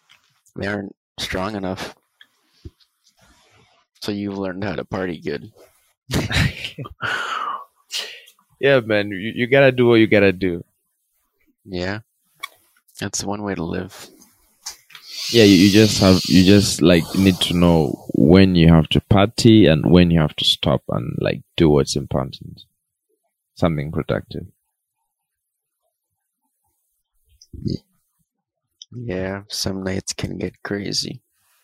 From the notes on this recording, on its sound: there is a little bit of a sound distortion, We are sorry if you find it disturbing